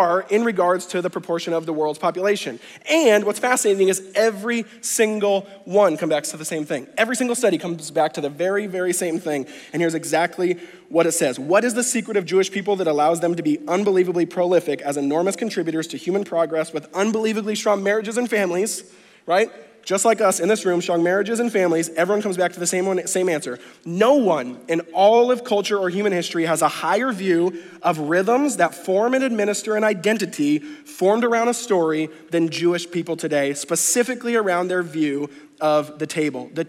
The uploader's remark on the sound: conference talks from NewSpring Church